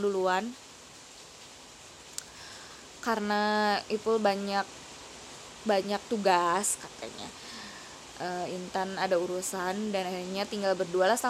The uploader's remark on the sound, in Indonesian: Maaf kresek kresek itu suara hujan.